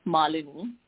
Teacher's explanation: Yeah, it's an Indian name, so we pronounce every single vowel in that name, and the emphasis is on the A